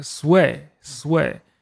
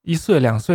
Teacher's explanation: 半音节，一个半音节那件事儿？我，我当，当时看潘武云的，潘武云是也是研究古汉语的中国首屈一指的一个语言学家了，呃，跟郑章双方也是就是同级别的。呃，我当时看他一本书就讲，就是古汉语，上古汉语里面有一种所谓的半，半个音节。什么叫半个音节呢？比如说英语里那个摇摆那个词儿叫，sway，sway。但是跟汉语的那个岁，一岁、两岁那个岁相比， sway 那个“丝”的发音就稍微长一点儿 · Shown in: first take